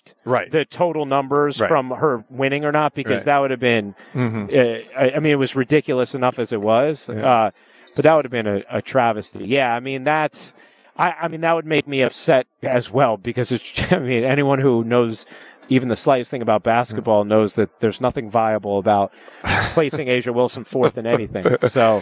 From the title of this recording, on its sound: Live from Brooklyn at the Barclays Center